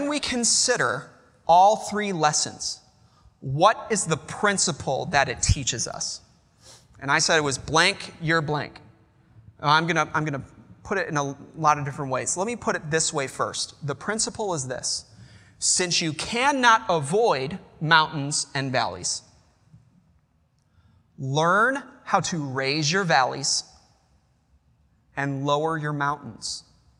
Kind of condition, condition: setting, large echoing room